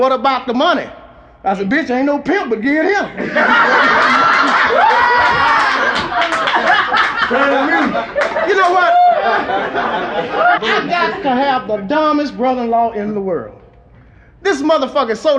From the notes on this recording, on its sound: In this live recording of a set of stand-up comedy. The audience howls with laughter.